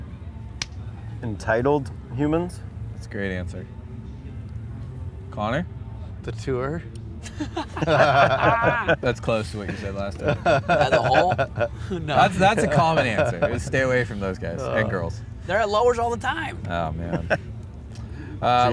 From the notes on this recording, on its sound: LIVE EPISODE 1 of 3 at Surf Ranch Pro pres by 805 Beer. This first installment was filmed live at the Surf Ranch Pro presented by 805 Beer around a fire pit in front of Perkins Lake as the Night Surfing Session was underway.